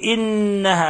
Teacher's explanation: النون جاءت مشددة فتحتاج إلى غنة مقدارها 2 حركات